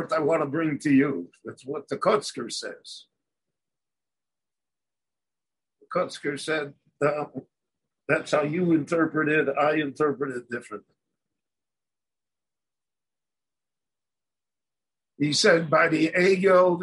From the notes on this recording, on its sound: Given LIVE in Jerusalem via Zoom.